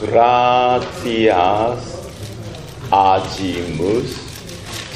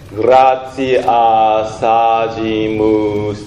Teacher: はい、あと4番短っそうですね、クロマティックラインは難しいですね。4番はなら、一応やっとこうか。4番先にやりましょう。ヴィヴァルディのグラティアス・アジムス・ティビー、これがもう題名が歌詞です。もうそのままそれだけ、グラティアス、ティーね、グラティアス、グラティアスではなくグラティー、ティー、ティー、ティー、ティー、ティー、日本語にないやつやね、ティアス。その次、アジムス、アギーではなくアジムス、ティービー。で、その次はティービー、グラティアス、アジムス、ティービー。あと、グラティアサ、そこでリエゾンをして、グラティアサジムス、ティービー。 S と A をくっつけてください。 · Shown in: second take